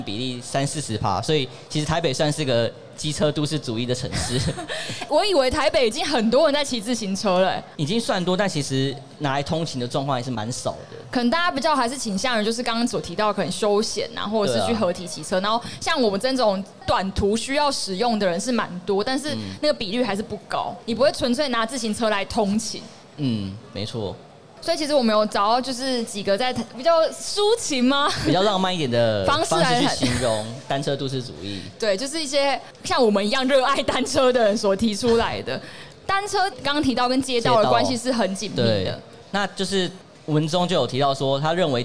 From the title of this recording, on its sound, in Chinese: 2022 Taipei Cycle台北國際自行車展-Live Podcast